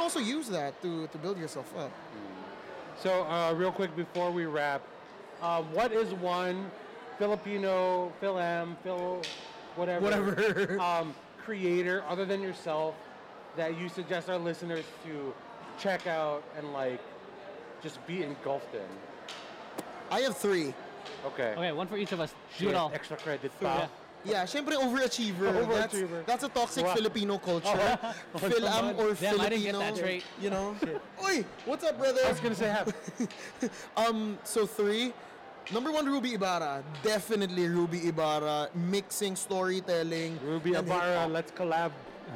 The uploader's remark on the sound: We are recording live from FAHM Mania 3 in Plaza West Covina. We have the opportunity to be part of this Filipino Festival and we decided to have some fun with everyone here by playing games and shooting some live podcasts.